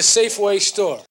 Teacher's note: So it's a rather soft or even deleted R, a sort of what we call a non-rhotic pronunciation. It's more like store than store.